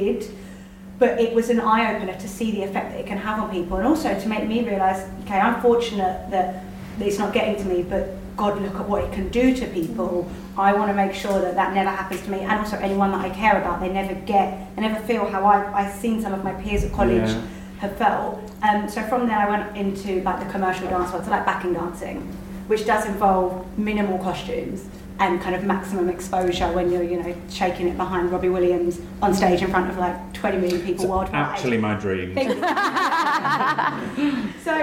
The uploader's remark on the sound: Wobble is live at Byrdie HQ in Central London. In front of an invited audience of Wobble listeners and Byrdie super fans.